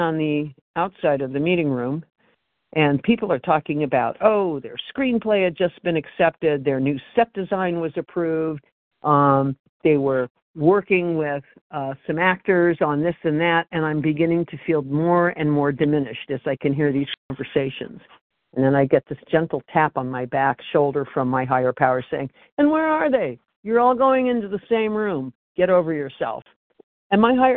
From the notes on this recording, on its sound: Phone Meeting, 12/28/23.